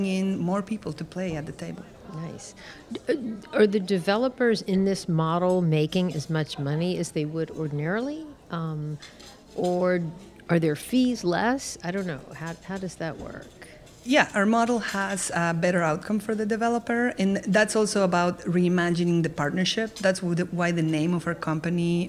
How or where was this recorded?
busy venue